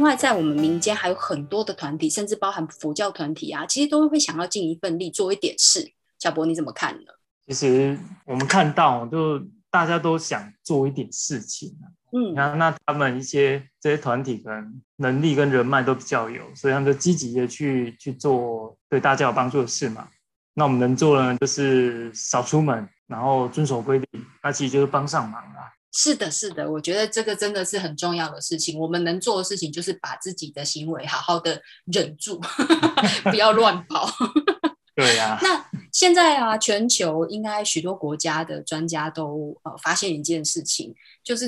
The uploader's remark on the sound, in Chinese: 遵守防疫不群聚原則，節目採用線上錄音喔！